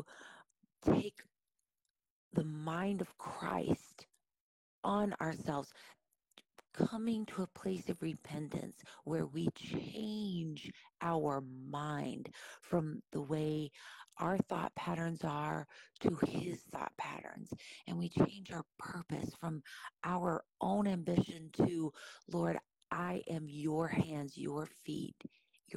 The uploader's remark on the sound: This episode has more popping in the mic than usual as it has been through a download, a conversion from vid to audio, an upload, a “de-esser” to try to eliminate some popping, another download & upload.